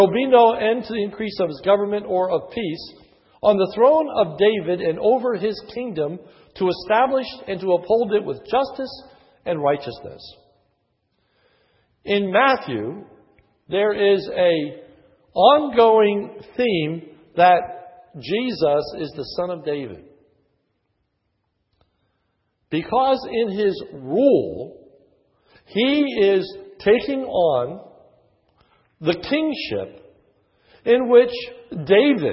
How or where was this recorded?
large echoing room